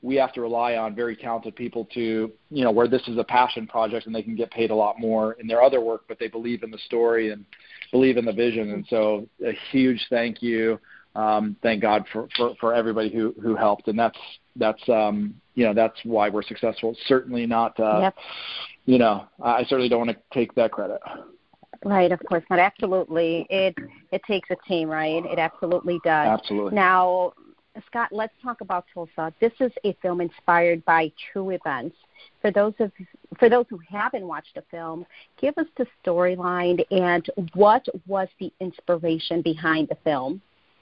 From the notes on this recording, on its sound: On the phone with Actor, Writer & Director